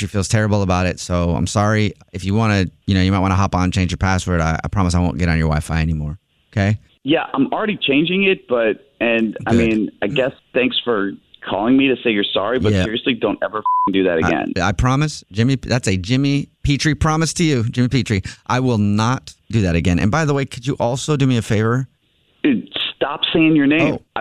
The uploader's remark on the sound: Is calling to apologize in this Phone Prank!